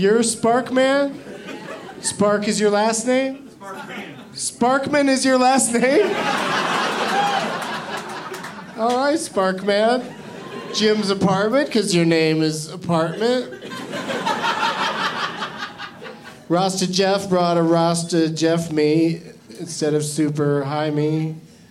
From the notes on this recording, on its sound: Live from Comedy Works in Denver